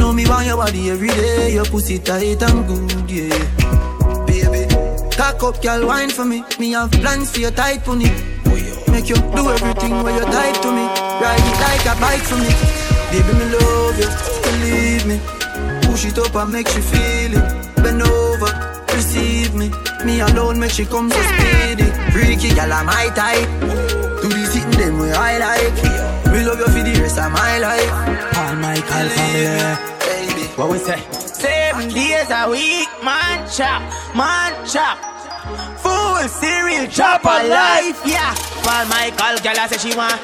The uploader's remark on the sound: LIVE AT ISLAND SATURDAYS ON SEP 28th